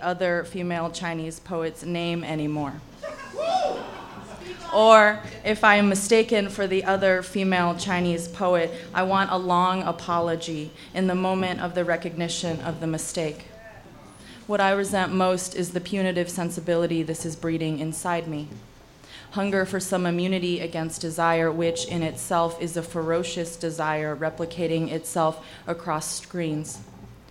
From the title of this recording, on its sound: On Stage at Housing Works Bookstore Cafe